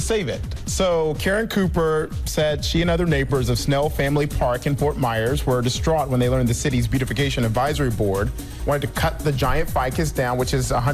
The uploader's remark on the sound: We opened the phone lines to see if our listeners had any thought of who it might be.